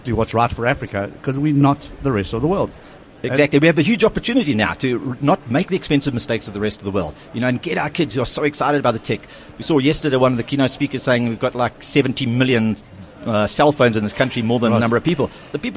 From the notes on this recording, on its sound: at the MyWorld of Tomorrow expo and conference